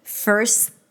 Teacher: you have an S and then a T that you have to stop your breath with, first, and then another S, first century.